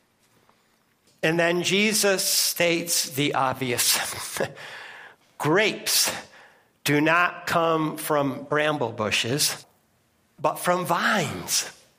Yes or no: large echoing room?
yes